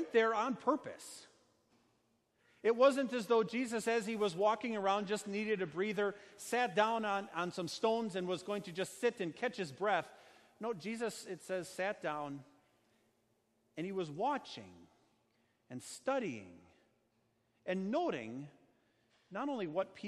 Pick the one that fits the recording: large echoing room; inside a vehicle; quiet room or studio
large echoing room